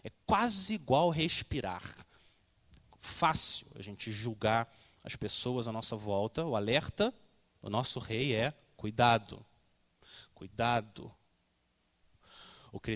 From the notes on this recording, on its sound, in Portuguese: Mensagem gravada na Igreja Batista Jardim Minesota